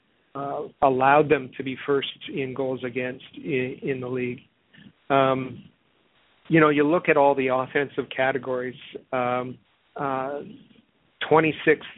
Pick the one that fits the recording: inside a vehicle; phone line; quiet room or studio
phone line